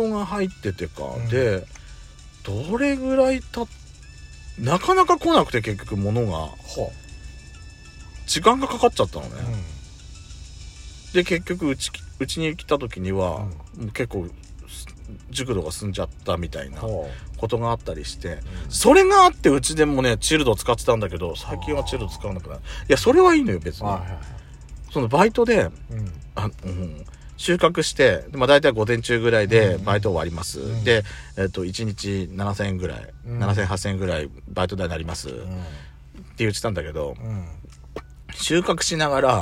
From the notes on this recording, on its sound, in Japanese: パーキング収録